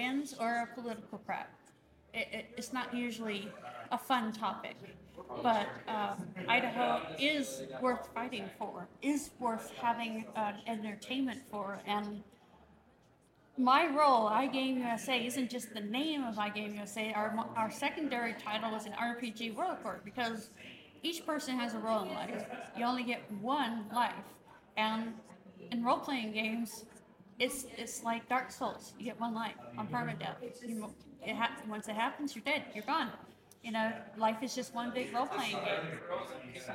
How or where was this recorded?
busy venue